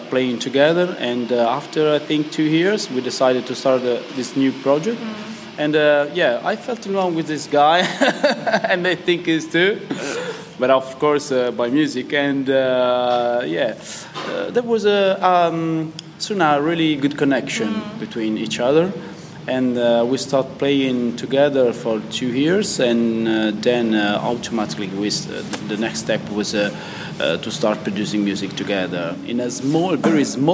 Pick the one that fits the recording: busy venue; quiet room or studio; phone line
busy venue